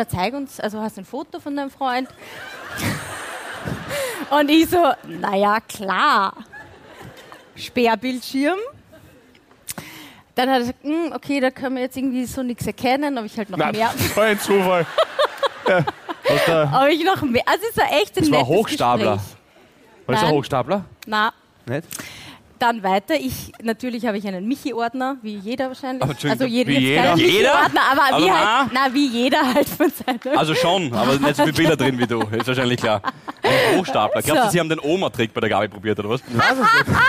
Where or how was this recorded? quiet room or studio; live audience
live audience